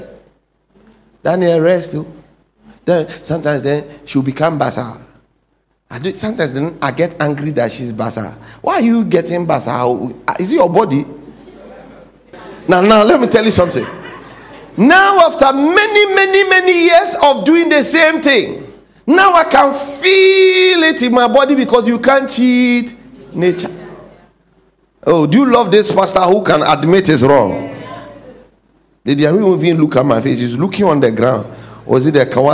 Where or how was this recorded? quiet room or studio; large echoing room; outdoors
large echoing room